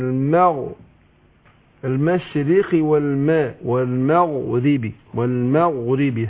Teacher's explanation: في المغرب برقق الميم وبعدين بفخم الغين